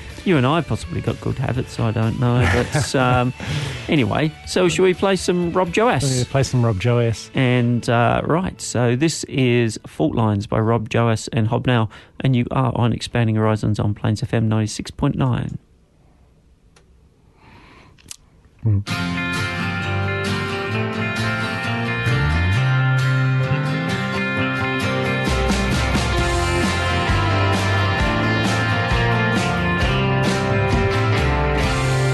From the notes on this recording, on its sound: LIVE on the phone